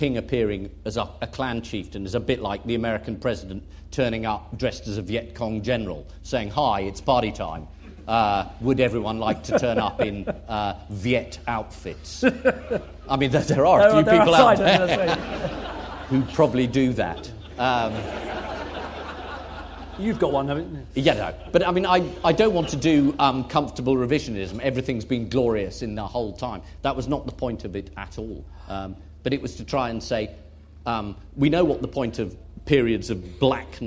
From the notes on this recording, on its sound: Recorded at Chalke Valley History Festival 2016.